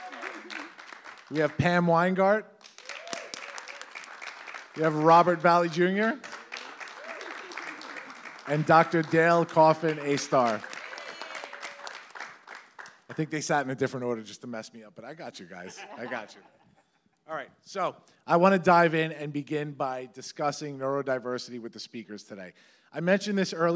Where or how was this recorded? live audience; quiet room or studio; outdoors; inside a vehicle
live audience